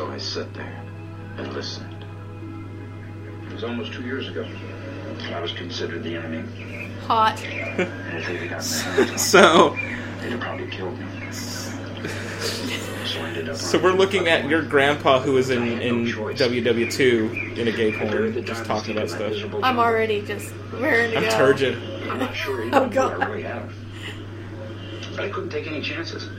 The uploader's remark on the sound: there are audio issues and obvious edits